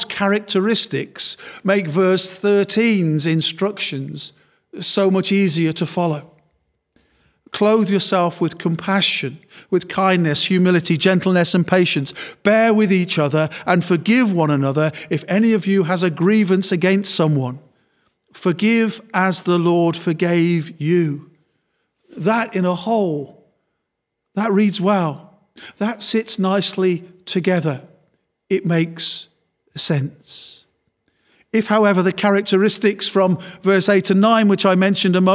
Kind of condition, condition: setting, large echoing room